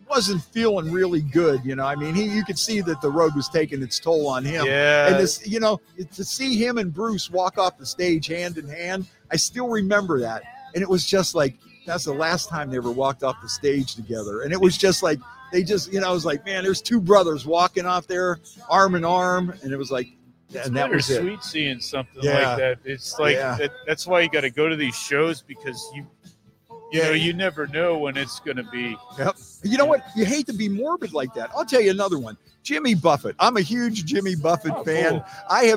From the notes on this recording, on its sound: live from Penguin City Brewing!